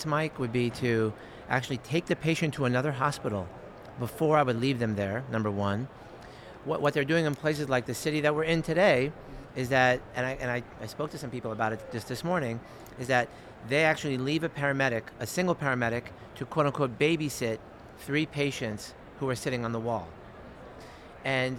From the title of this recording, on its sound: Live From Expo 2023